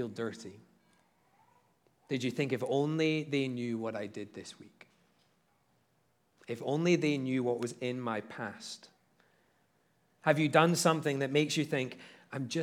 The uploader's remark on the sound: at Liberty Baptist Church in Liberty, Missouri